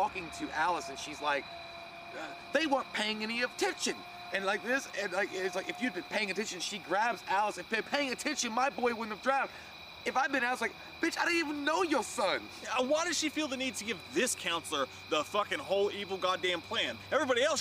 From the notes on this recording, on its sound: An outdoor recording of our in depth FRIDAY THE 13th review.